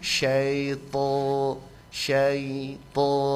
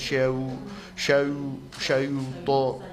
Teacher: Jadi usahakan mau bilang huruf to itu menyebut huruf to tidak dengan membulatkan bibir · Shown in: first take · Syaito syaito supaya supaya DP fasoha itu memang yang jelas dia lewat cuma dia sukun bukan di wawu sukun syau syau syau to bukan.